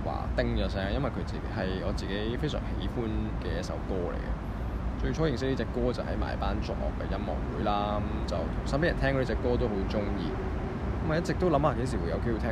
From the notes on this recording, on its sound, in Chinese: 搭船入馬灣。戶外錄音多多包涵。